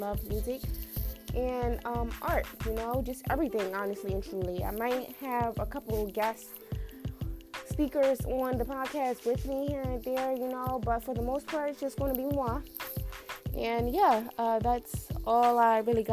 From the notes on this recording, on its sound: Sorry about the static